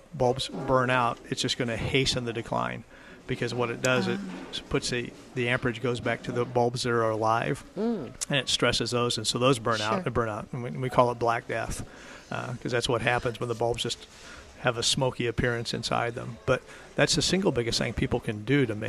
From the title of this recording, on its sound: Live at Prairie Gardens